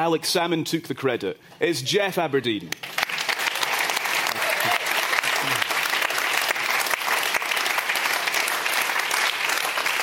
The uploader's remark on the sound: Record in front of a live audience at Johnnie Walker Princes Street in Edinburgh.